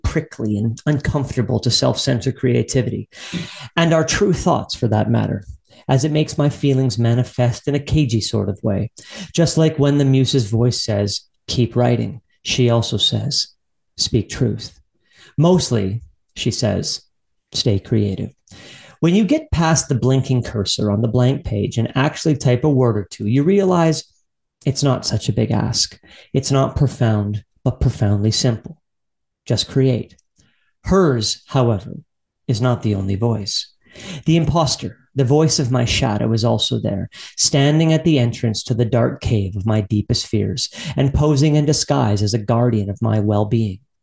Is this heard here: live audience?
no